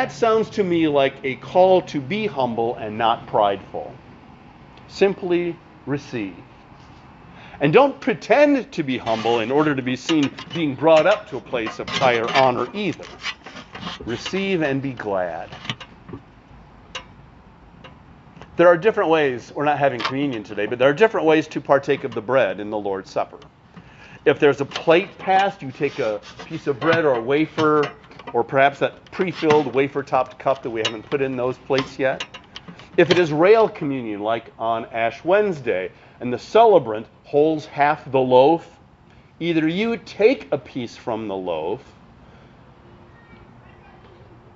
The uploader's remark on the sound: Since it was preached at an outdoor service, you will hear some extraneous sounds!